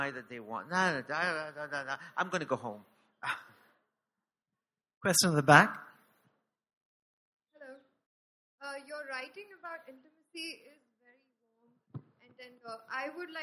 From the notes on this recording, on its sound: This episode is a live session from Day 2 of #ZEEJLF2019.